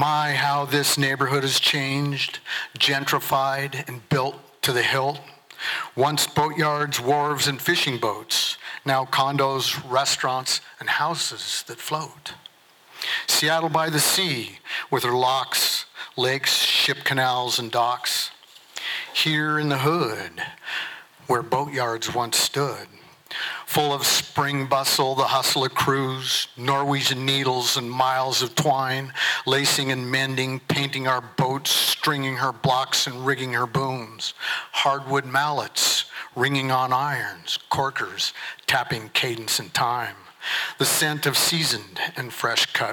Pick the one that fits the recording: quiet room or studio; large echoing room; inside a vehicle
large echoing room